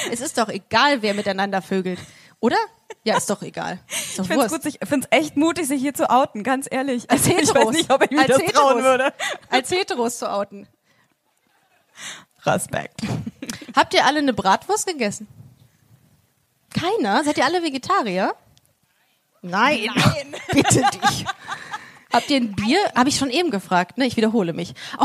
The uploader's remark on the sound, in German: Diese Folge ist ein Mitschnitt vom Busenfreundin LIVE-Auftritt in Essen.